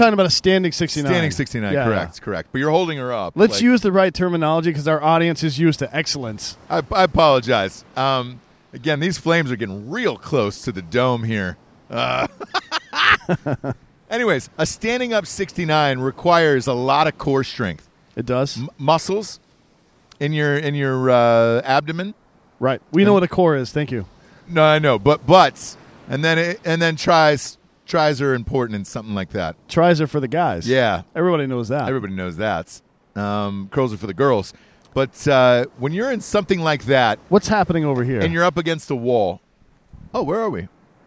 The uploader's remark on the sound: Live From Plymouth Rock! Live from where the Pilgrims landed for a weird impromptu Thanksgiving show.